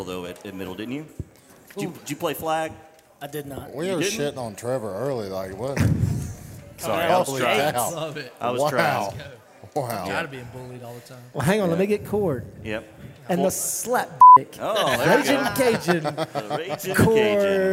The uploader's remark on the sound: Recorded LIVE from Society American Nosherie on the Downtown Square in Lawrenceburg, TN.